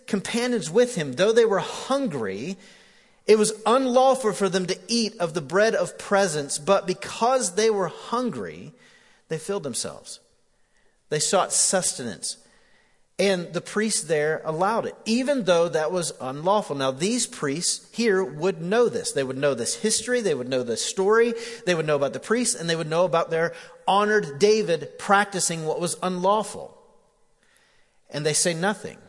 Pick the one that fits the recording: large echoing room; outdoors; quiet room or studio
large echoing room